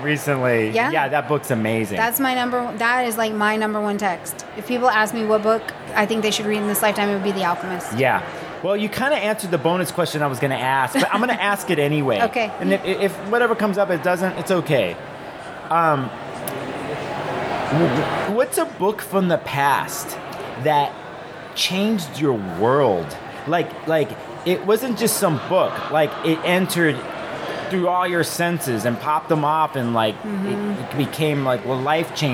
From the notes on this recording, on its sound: This was recorded at the 2023 Northwest Astrological Conference.